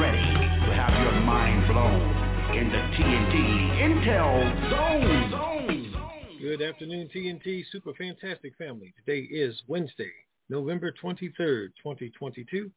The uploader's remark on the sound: TNTSuperfantastic Conference Call